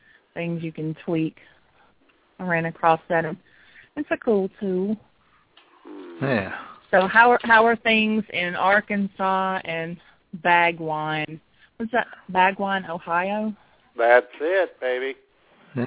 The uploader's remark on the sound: We will be broadcasting LIVE from our offices in Redneckville AR., Bagwine, OH, and our provencial office in Ontario, CANADA!! All of that plus your phone calls.